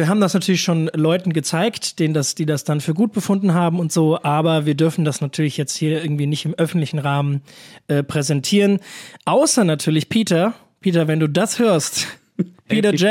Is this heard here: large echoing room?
no